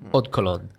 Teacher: And when people uh, you say it really fast, you you notice that the do kind of disappears